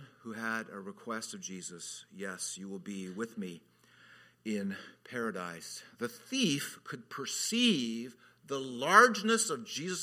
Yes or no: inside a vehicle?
no